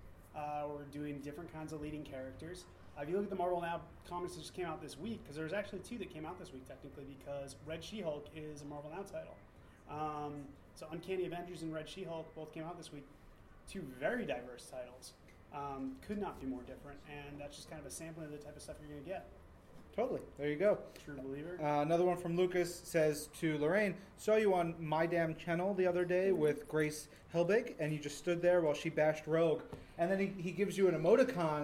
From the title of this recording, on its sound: Live from NYCC